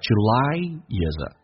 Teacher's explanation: July 跟 is 有连音，元跟元之间连音